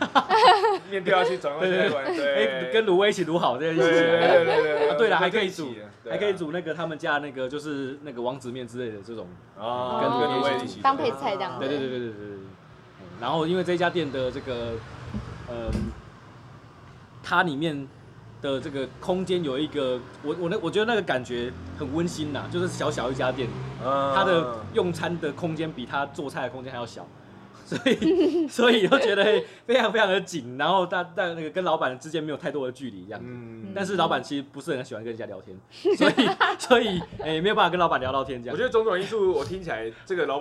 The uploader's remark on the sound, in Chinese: 錄音地點：牽咖啡 Chen Coffee